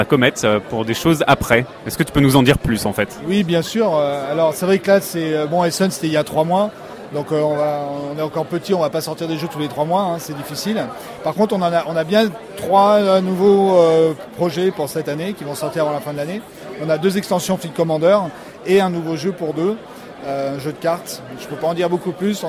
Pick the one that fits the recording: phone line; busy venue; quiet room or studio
busy venue